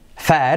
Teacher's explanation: eso sí que es una E, casi veis que tiende como una A